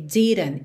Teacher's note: E o T tá realmente sendo ignorado aí. Então, they didn't even make up a sound.